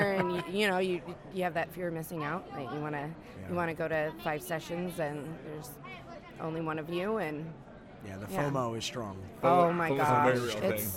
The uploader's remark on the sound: Live from SHAPE Nashville Day 2!